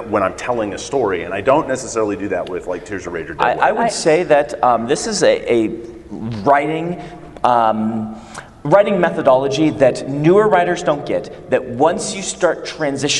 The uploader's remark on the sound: at FantasyCon/Westercon 67 before a live audience